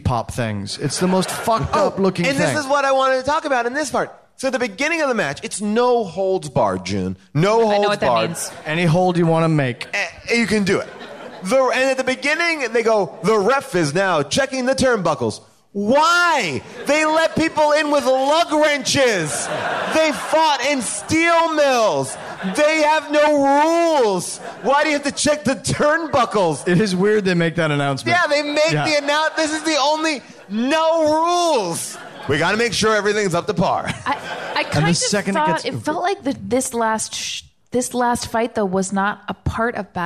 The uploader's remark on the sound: Recorded LIVE at Largo in Los Angeles